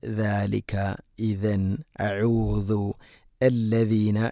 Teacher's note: ദാൽ ഉച്ചരിക്കുന്ന സമയത്ത് നാവിൻ്റെ അറ്റം മുൻപല്ലുകളുടെ ഇരുനിരകൾക്കിടയിലൂടെ അല്പം പുറത്തോട്ട് നിൽക്കണം. അതിൻ്റെ നാവിൻ്റെ അറ്റം, അതാണ് ദാലിക, ഇദൻ, ഔദു, അല്ലദീന എന്നൊക്കെ.